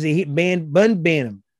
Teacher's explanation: Now, in that situation, in that sentence, I'm either going with Ben or Bun, and that's also regional. If certain parts of the region, that bin turns into a bun.